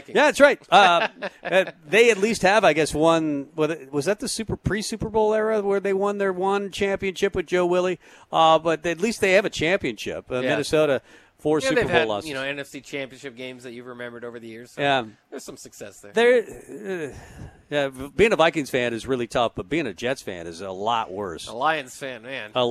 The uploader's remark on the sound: Tailgate Tuesday live from Chick-Fil-A